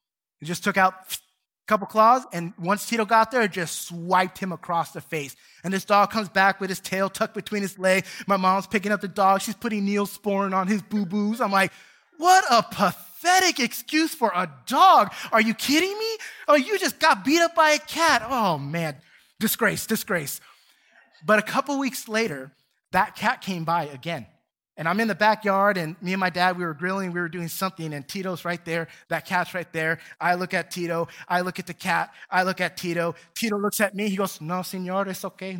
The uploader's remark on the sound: Recorded from South Gate Fellowship in Duncanville, TX on Sunday, February 20, 2022.